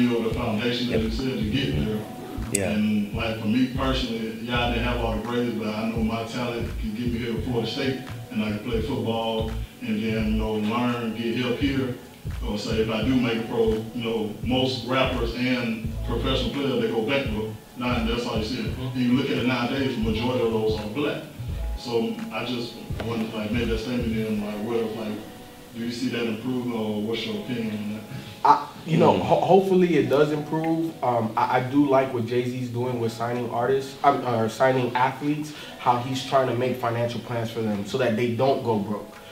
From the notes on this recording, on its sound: Live Taping at Florida State University.